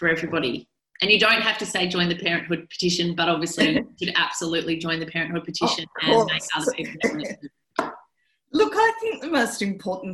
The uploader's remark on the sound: the audio from an online Town Hall Meeting conducted by parent advocacy group The Parenthood